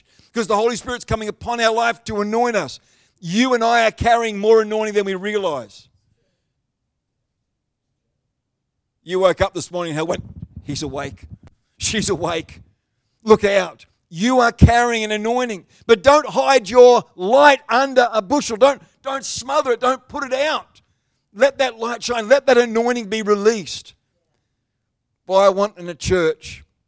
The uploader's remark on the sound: The live stream of Destiny Church Atherton